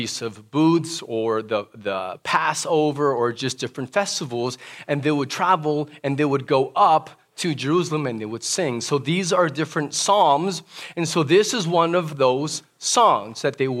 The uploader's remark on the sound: This message was preached during our "Prayer & Praise Gathering" - the first live worship service since the COVID 19 pandemic began.